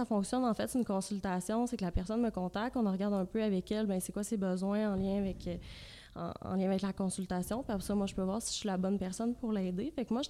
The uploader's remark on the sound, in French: Le podcast a été enregistré en avril 2021 à la microbrasserie le Boquébière au 50, rue Wellington Nord à Sherbrooke